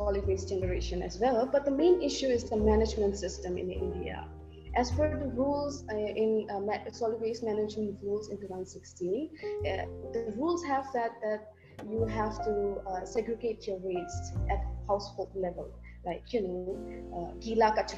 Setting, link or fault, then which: link, video call